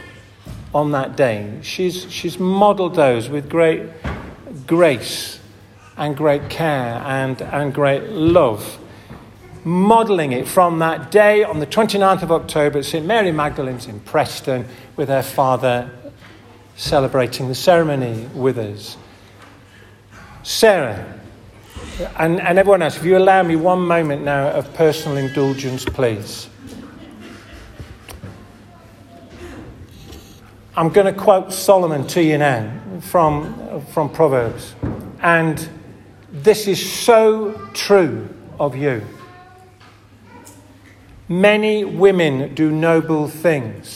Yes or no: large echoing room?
yes